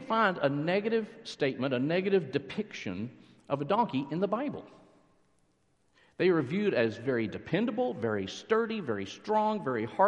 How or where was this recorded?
large echoing room